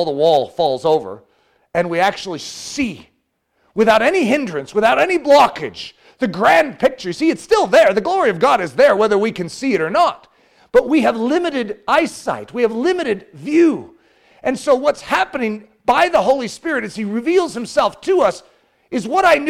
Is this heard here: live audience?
yes